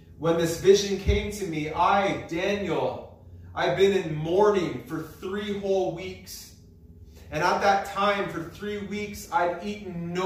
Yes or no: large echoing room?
yes